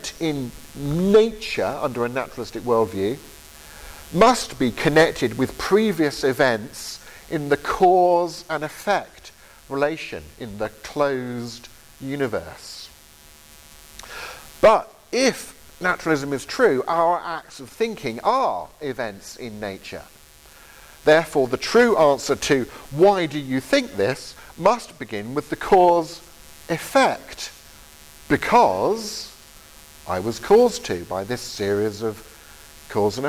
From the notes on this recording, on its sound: Lecture from the October 2023 Veritas Conference in Grimstad, Norway.